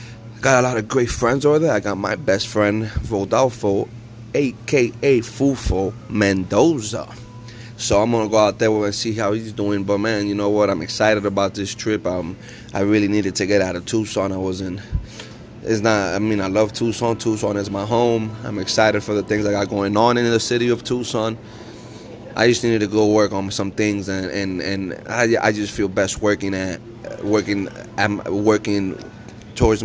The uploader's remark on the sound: Live from Tucson international airport